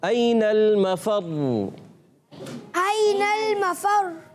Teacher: مفر تھوڑی دیر تک آپ نے را کو پڑھتے رہنا ہے یعنی جلدی ختم نہیں کرنا